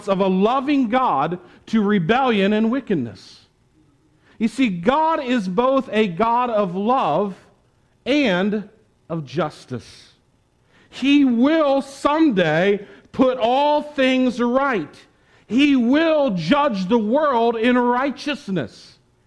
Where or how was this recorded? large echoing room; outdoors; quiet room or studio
large echoing room